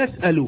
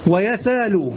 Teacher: في المضارع تقول يسأل بإثباتها، ويسال بماذا؟ بقلبها ألفا